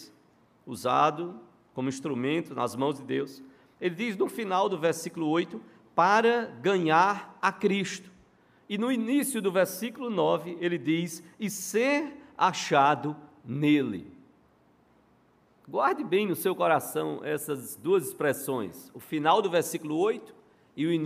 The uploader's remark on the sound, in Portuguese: no culto presencial e transmitido ao vivo